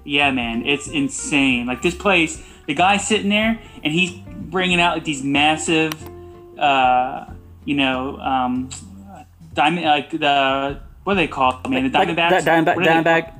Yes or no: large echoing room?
no